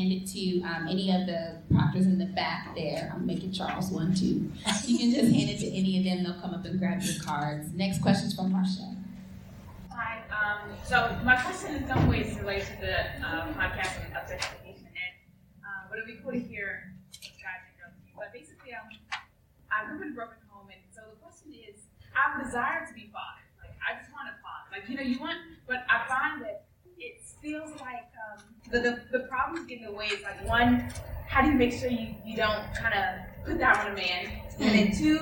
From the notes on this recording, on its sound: This time to do a LIVE AMA at this year’s #LDR2017! We used the room recording setup which apparently only pulled from one mic however picked up the room speakers of the other mic.